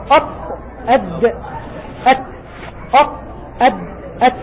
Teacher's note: طرف اللسان مع ما يليه من لثة الأسنان العليا، ويخرج منه طاء دال تاء